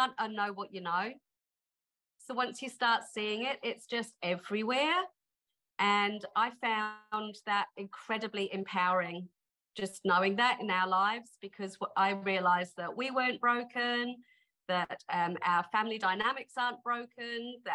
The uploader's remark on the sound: On the final day of our latest Wanting It More round, I gathered all the wonderful husbands and wives together for a warm farewell Zoom call.